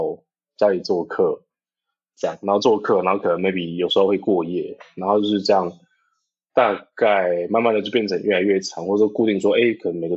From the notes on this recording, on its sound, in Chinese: 音質依然很差，但希望你們能包容。